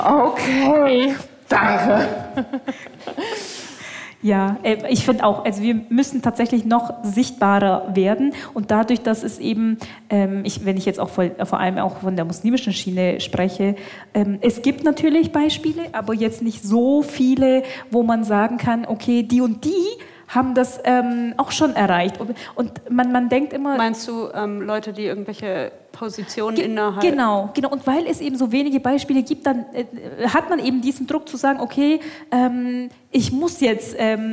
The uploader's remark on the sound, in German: Live auf dem Kirchentag in Nürnberg. Diese Folge ist live auf dem Kirchentag aufgenommen. Unsere erste Sendung mit Publikum!